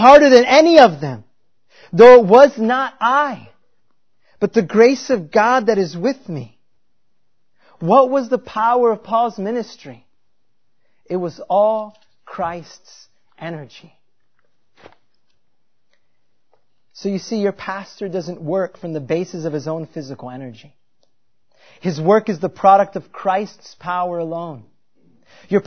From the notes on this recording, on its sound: At Covenant Baptist Church in New Berlin, Wisconsin – a confessional Reformed Baptist church.